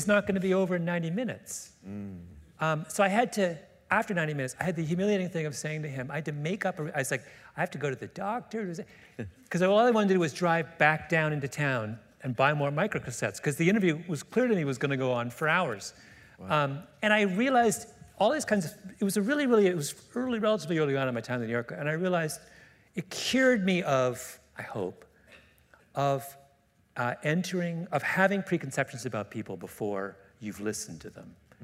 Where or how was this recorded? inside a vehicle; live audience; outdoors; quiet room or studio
live audience